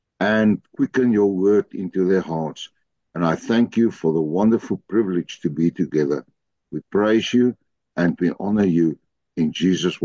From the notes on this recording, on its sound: The Transformation Table Zoom Meeting.